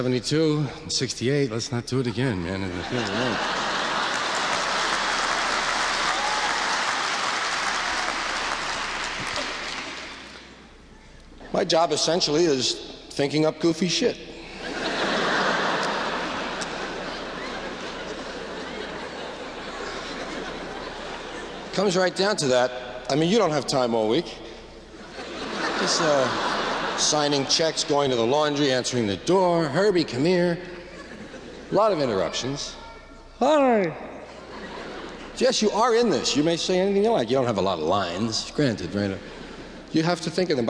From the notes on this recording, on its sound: Format: Original Recording. This is a recording of a live performance at the Paramount Theater in Oakland, California, on July 20, 1974.